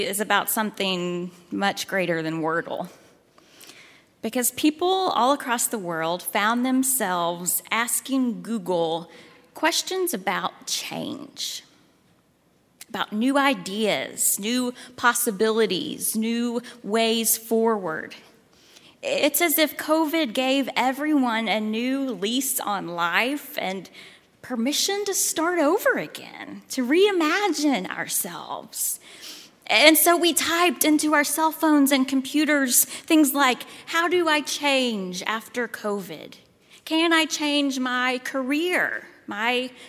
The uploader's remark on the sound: at Highland Baptist Church, Louisville, Kentucky